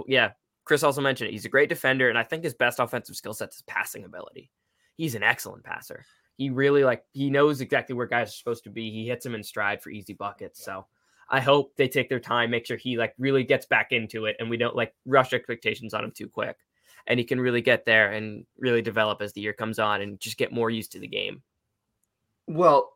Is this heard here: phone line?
no